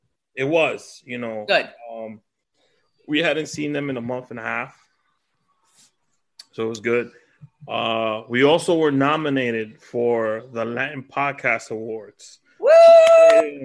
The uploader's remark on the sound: Celebrate Cinco de Mayo using ZOOM Video Conference.